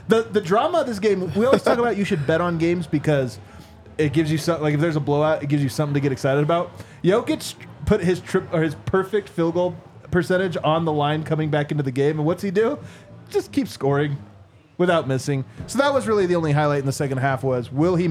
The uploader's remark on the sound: LIVE from the DNVR bar